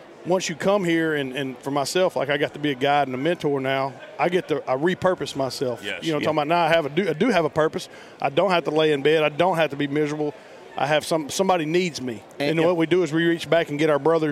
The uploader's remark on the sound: Live from the Great American Outdoor Show